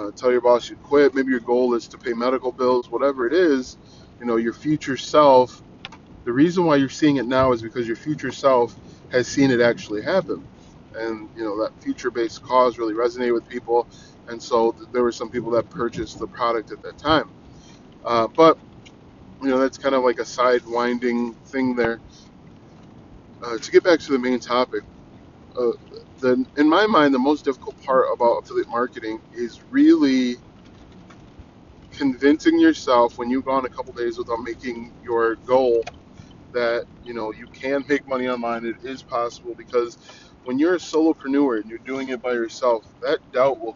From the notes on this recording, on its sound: I try podcasting from my car.